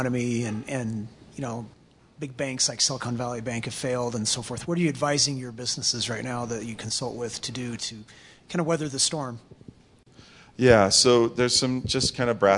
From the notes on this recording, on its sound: Audience Q&A